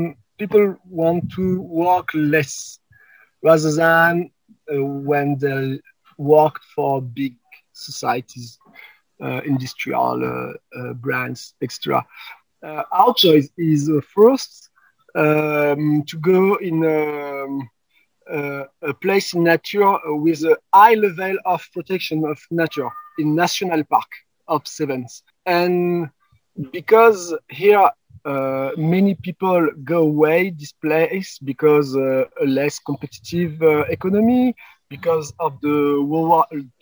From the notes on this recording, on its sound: There are a few audio issues in this episode. Chatted with me from outside which was so lovely but also meant the sound quality isn’t as clear.